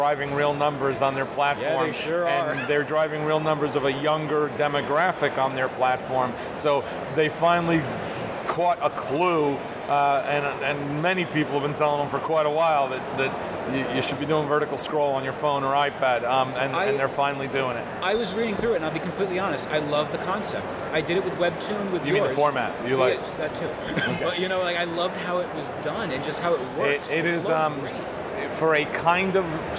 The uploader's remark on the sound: We present some of the audio we recorded at New York Comic Con 2021!